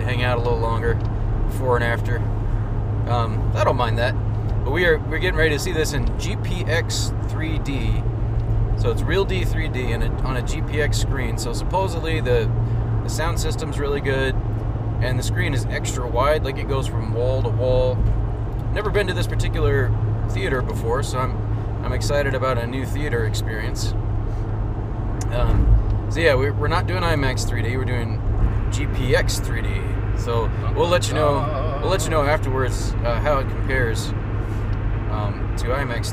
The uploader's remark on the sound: Jump in the car with the Irreverent Nerds as we travel to and from the theatre.